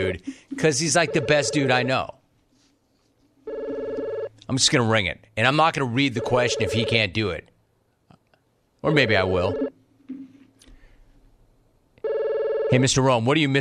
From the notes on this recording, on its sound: Phone Calls